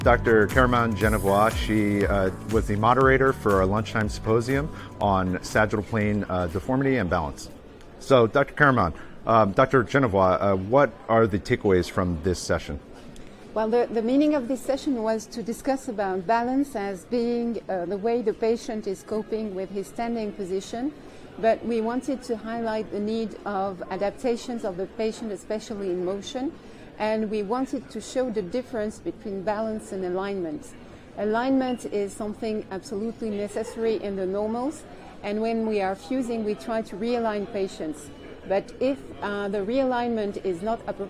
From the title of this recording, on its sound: 57th SRS Annual Meeting | Session Moderator Live Interviews